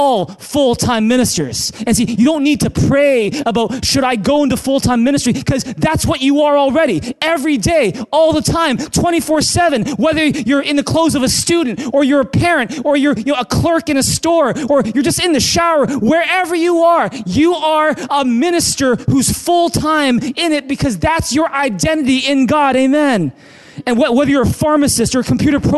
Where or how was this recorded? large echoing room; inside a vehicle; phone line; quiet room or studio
large echoing room